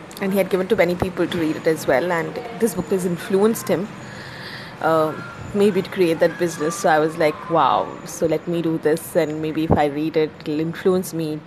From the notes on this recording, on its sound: I have finally recorded this podcast thanks to the Anchor app. There is some background noise.